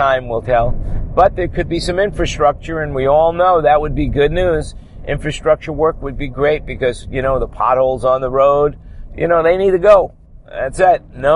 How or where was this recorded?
inside a vehicle